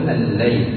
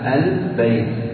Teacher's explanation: فتقول الليل تنطق بها حرفا واحدا، بخلاف البيت تنطق بحرفين. ال تنطق بها حرفا وحدها، وبعد استكمال النطق باللام مع زمن سكونها تنتقل إلى الباء البيت. أما بالليل فاللام المشددة هي عبارة عن ترتفع اللسان عنده ارتفاعة واحدة.